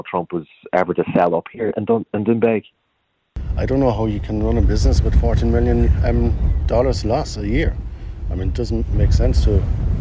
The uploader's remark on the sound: Live from Doonbeg